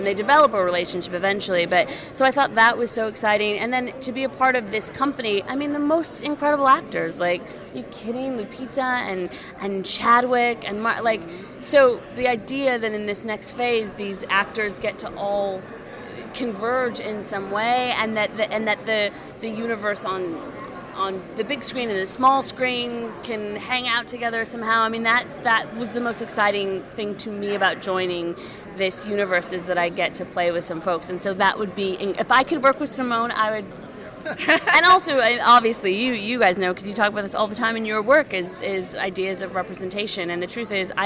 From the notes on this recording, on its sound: At San Diego Comic Con, we had the opportunity to chat with the following talent